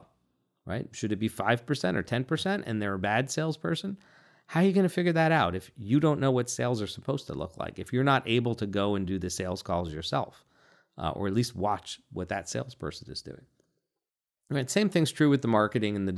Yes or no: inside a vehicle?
no